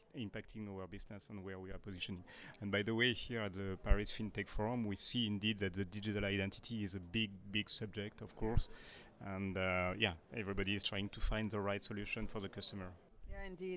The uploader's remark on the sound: This episode was recorded during the Paris Fintech Forum 2019